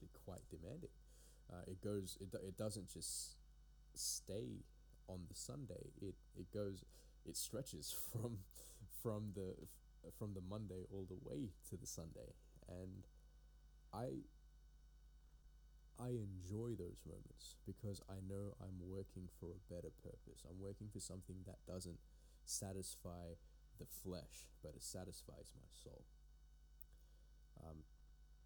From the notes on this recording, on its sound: Also, my apologies for the audio on this one.